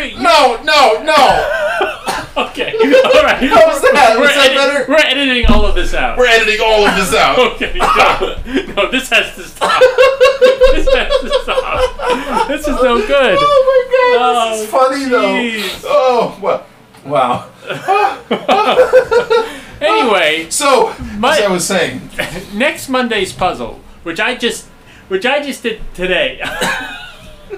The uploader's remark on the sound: Sound quality returns to the D- level we offered before.